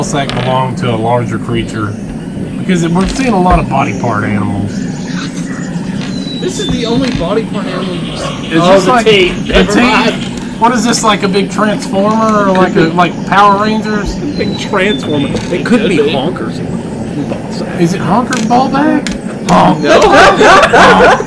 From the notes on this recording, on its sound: This episode was recorded in person in a local cardshop and lightly edited to just remove gaps of silence.